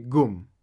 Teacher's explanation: the Gulf Arabs, they pronounce qaf with a g sound. Instead of saying qaf, they say g.